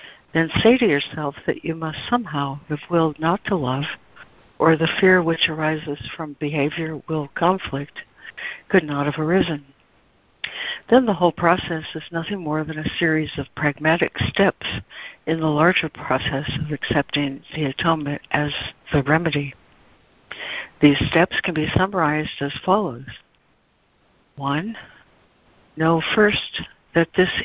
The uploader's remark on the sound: ACIM Daily Conference Call